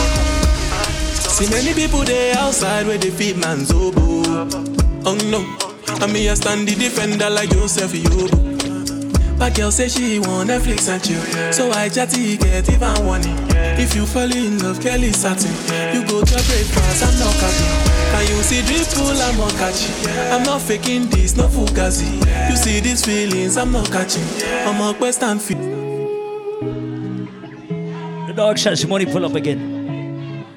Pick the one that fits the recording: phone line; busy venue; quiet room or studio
busy venue